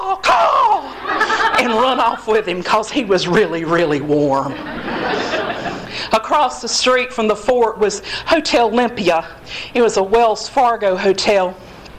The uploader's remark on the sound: Recorded at the Monti Storytelling Slam at Motorco Music Hall in August, 2012.